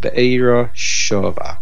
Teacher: you're supposed to lengthen the sound of the shin that has the dogesh chazak